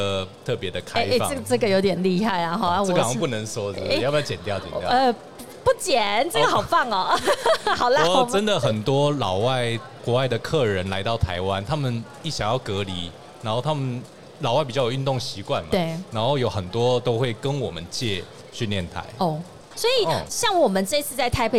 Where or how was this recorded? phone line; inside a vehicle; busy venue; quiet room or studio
busy venue